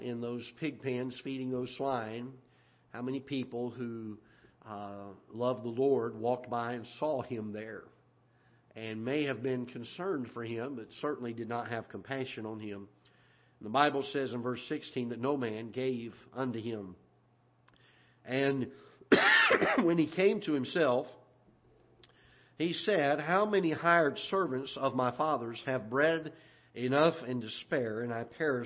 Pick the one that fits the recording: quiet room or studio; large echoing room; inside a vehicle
large echoing room